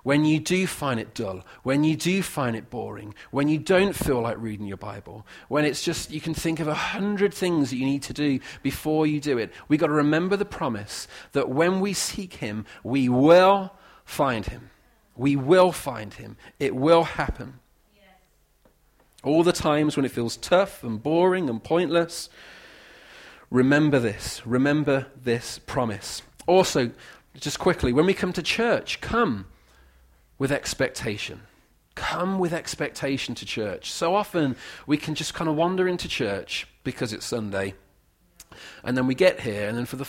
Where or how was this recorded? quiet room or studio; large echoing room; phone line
large echoing room